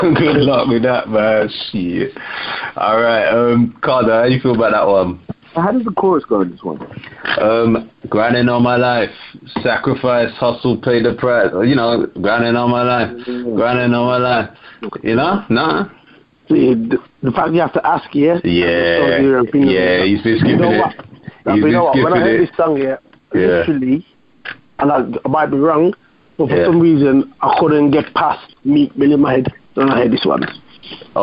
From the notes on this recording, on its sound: We never publicly released this episode because the audio wasn't great. Being our first episode we are still working on getting better audio n a more condensed format.